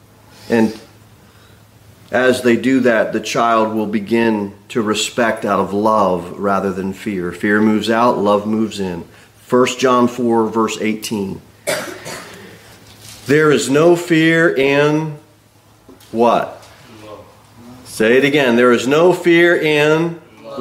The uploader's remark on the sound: Sermon delivered at Pilgrim Baptist Church on Sunday, December 3, 2023, at 2:15 pm. Jere Whitson Rd.